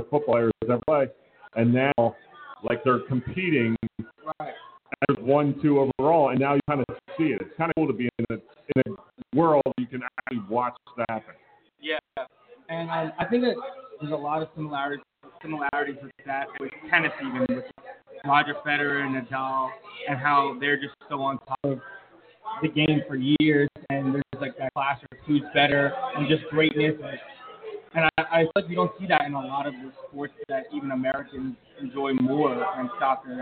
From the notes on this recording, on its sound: Live From Village Idiot Brewing Company. Listen as we sip some beers from Village Idiot and talk some nonsense!